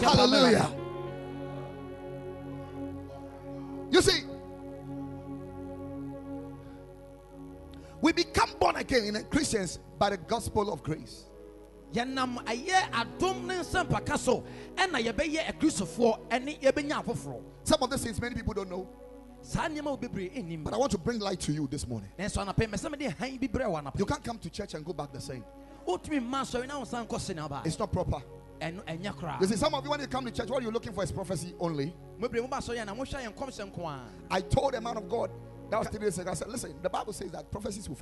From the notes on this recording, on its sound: Preached at Ekklesia Chapel